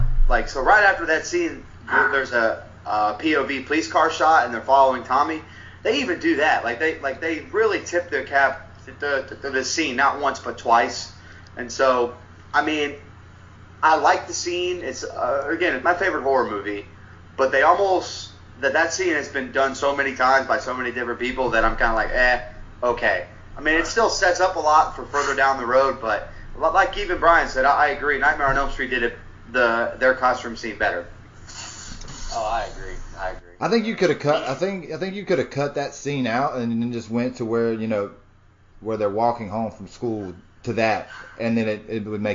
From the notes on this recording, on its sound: There's a tad bit of sound issues on this one